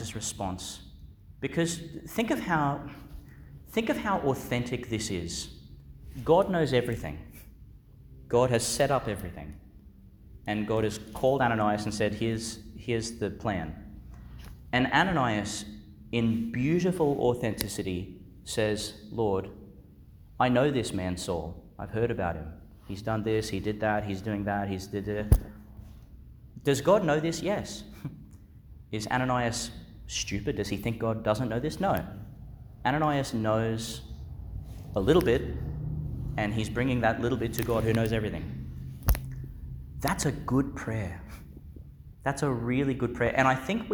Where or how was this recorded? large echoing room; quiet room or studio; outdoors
large echoing room